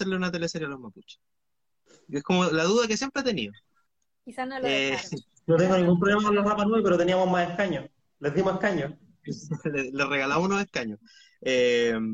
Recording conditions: video call